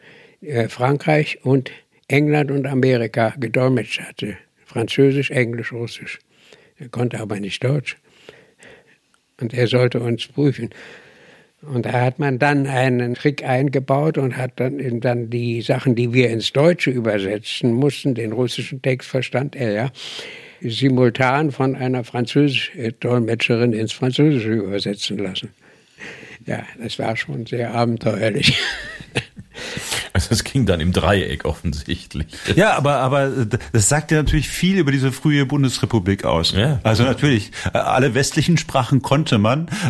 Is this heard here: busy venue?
no